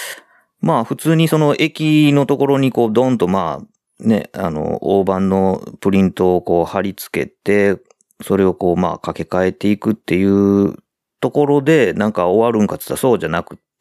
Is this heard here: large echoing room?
no